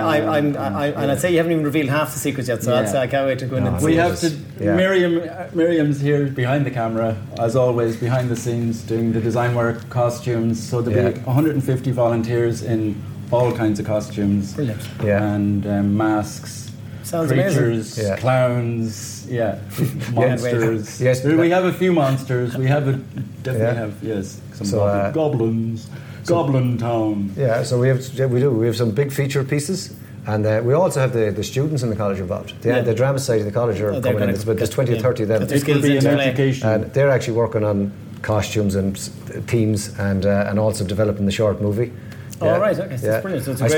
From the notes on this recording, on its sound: This episode was recorded in Lillies Cocktail Bar, Sligo